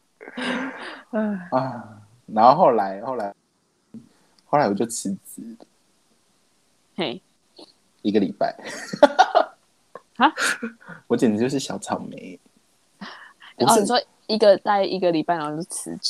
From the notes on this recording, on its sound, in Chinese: 第一次使用遠端錄音，有點點的糊掉了，請大家稍稍見諒